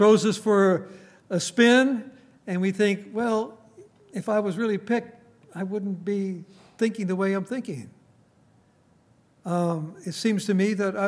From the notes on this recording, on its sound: Recorded on July 7, 2019, at Grace Bible Fellowship in Front Royal, VA.